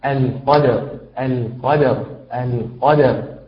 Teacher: حاول أن تفخم حرف القاف أكثر من ذلك، بأن يستعلي معها أقصى اللسان أكثر، وأن تأتي بها من بداية أقصى اللسان كما ينبغي.